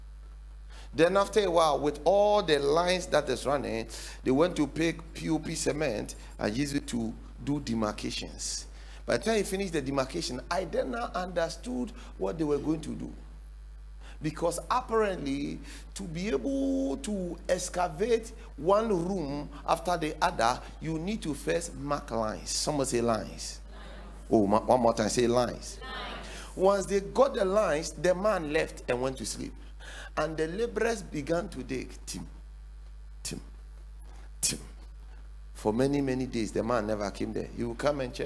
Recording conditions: large echoing room